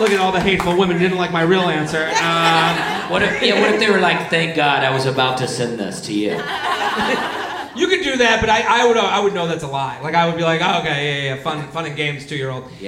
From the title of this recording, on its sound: LIVE From Zanies in Nashville